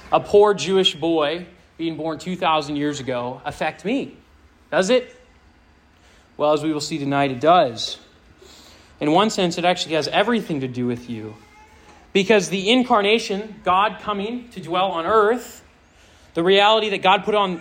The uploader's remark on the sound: This sermon was preached to a Junior + Senior High audience